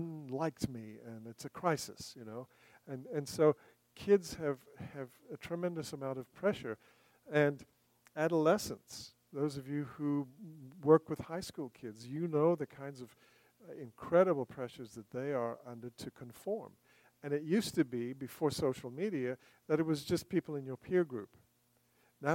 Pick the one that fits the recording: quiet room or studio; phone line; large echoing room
large echoing room